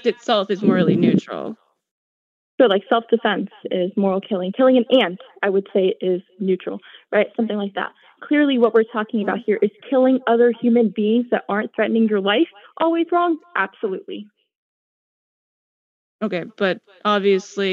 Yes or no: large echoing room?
no